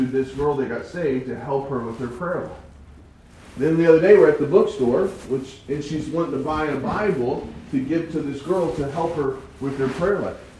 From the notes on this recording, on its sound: I noticed some technical difficulties with the sound. Sorry for the bad quality!